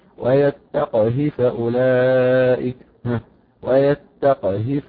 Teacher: حفص دي انفرادة فيها أنه سكن القاف يتقي ونشوف نطق سهل يدور. طبعا عندما تسكن القاف لابد أن تكون هناك قلقلة في القاف دي، والهاء ساعتها سوف تقع بين هاء بين ساكن ومتحرك، يعني الهاء عند حفص وقع بين ساكن وايه متحرك، بخلاف عند شعبة او قليل او ورش وقع بين متحركين.